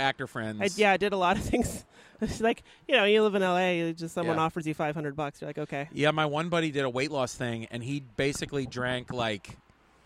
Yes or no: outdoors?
yes